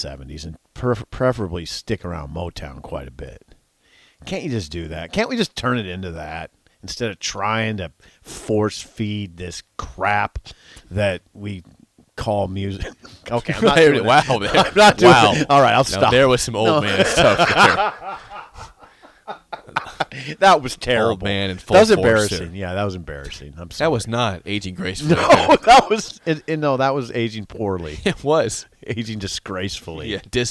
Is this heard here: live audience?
no